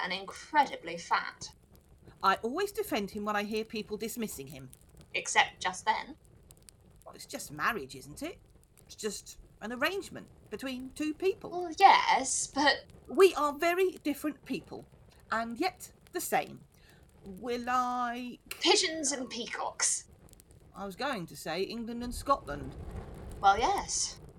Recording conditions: poor sound quality